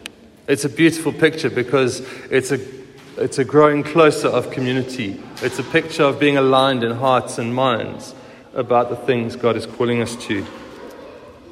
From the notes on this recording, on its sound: Recorded at the 9:30am service.